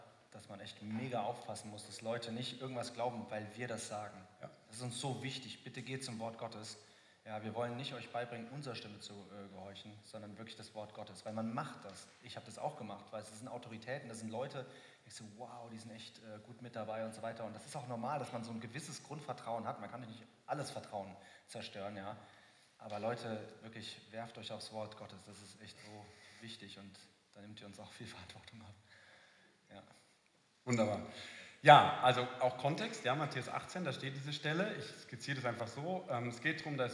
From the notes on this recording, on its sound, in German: Ausschnitt unseres Freiburg-Live-Events